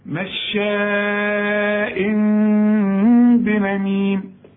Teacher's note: دي مش ميم كامل، هنقولها نص ميم، يبقى انفراج في الشفايف